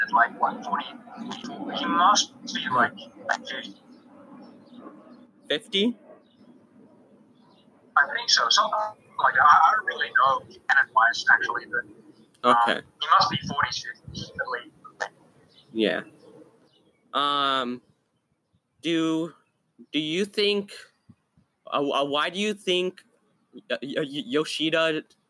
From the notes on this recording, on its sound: PLEASE IGNORE BACKGROUND NOISE, WE HAD TO MOVE OUTSIDE DUE TO NETWORK ISSUES. ALSO, IGNORE ANY SMALL STUTTERS.